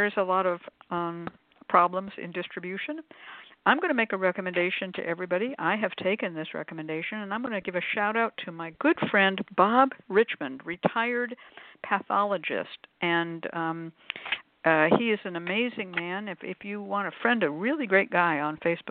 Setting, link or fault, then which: link, phone line